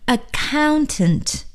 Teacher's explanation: 大家要注意啊，这个啊重音呢要在第二音节